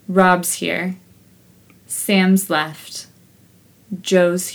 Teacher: Z after all other phonemes.